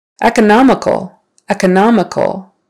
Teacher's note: So third syllable stress, economical, economical.